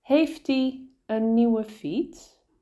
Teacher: So where originally the hij was put after heeft, it turns into an i. · Term: connected speech